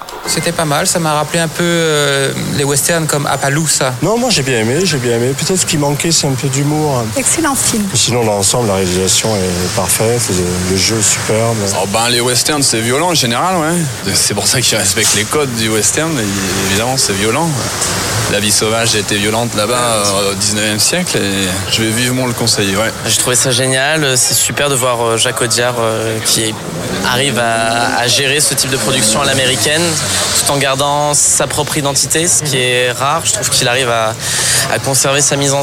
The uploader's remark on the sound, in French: L’équipe reprend ses quartiers au Hurling. Fin de Séance donne la parole au public en lançant une section micro-trottoir ! Enregistré au Hurling pub ( 8 Rue Descartes, 75005 Paris ).